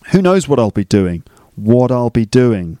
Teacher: My T there sounds a bit like a D.